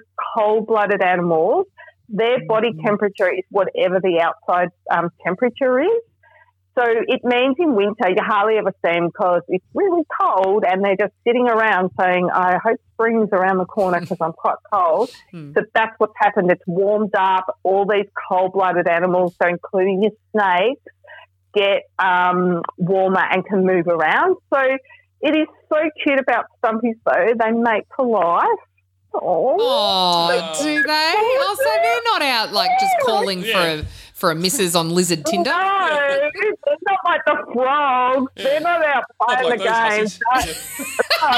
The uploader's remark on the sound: on the phone from Melbourne